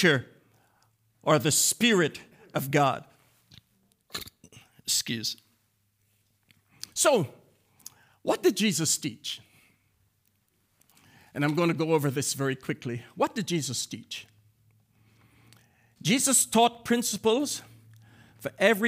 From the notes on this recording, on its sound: This message was delivered and recorded on January 20, 2024 at the Transformation and Equipping Center - 244 Liberty Street Brockton, MA 02301